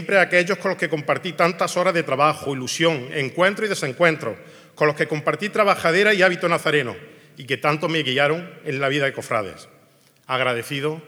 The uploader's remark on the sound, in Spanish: Emitimos el pregón en directo de la Semana Santa de Jaén 2023. Desde el Nuevo Teatro Infanta Leonor.